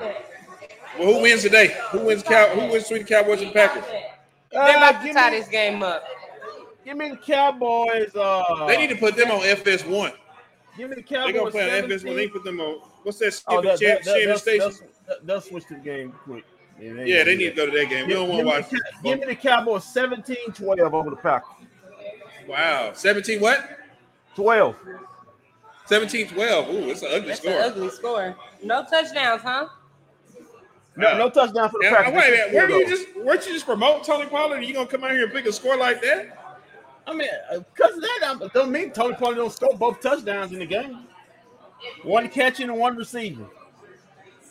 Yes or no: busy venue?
yes